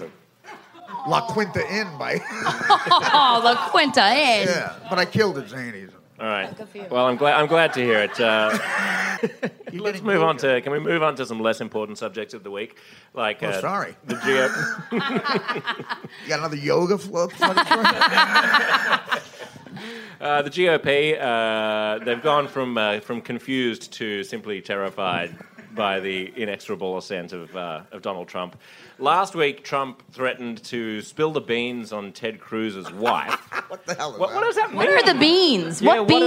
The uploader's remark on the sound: Walked into a bar in Brooklyn and, in front of a packed crowd of drunks, argued about the news with some of the funniest, smartest people in New York.